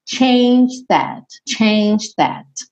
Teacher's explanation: Aqui nesse changed, no passado, você meio que não escuta nem o E nem o D. Então você pode pensar como se do G você já vai direto para o TH.